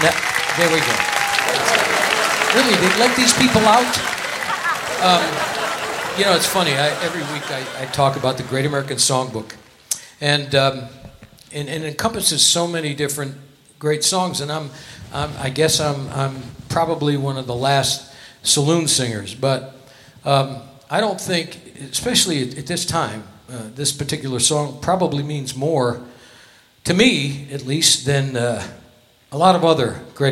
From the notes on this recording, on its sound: Live at the SouthPoint Casino